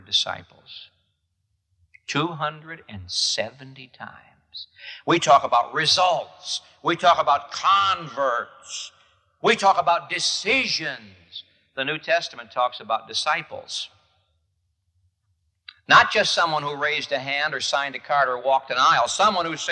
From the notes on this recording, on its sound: This message was preached at the Moody Church in Chicago, IL on April 2, 1978.